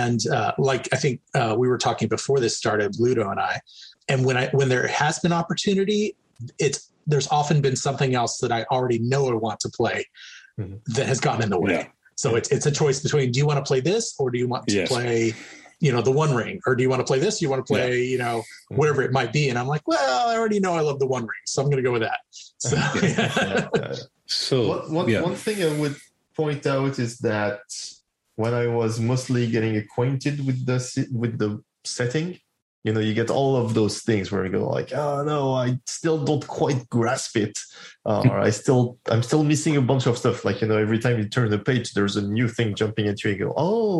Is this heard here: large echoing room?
no